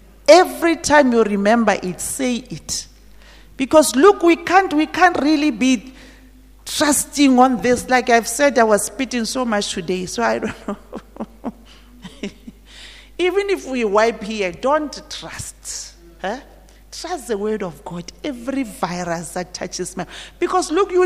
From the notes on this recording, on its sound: at GTCFC City campus at the morning service